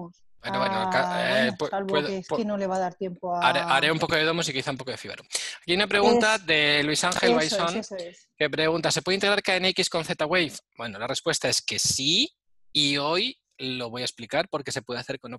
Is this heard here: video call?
yes